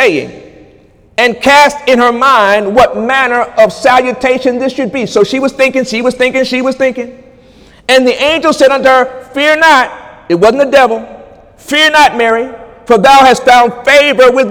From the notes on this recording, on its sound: During Sunday morning service on April 15, 2018